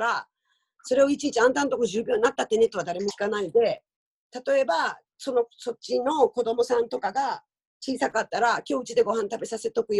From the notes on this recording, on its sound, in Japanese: 本番組はオンライン会議ツールZoomを使用して録音しております。通信環境の問題により一部聴き取りづらい箇所があることをご了承くださいませ。暮らしの大学が拠点とする福岡市東区の「ハコザキ」。